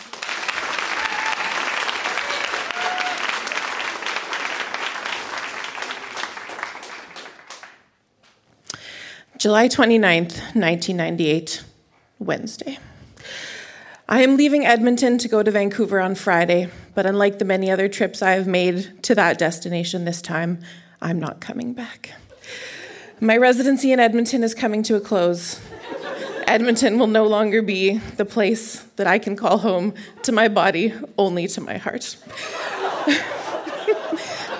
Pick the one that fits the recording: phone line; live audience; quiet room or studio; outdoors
live audience